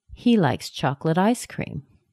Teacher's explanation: I would emphasize the word ice cream because ice cream is the noun, chocolate is the adjective, it describes ice cream.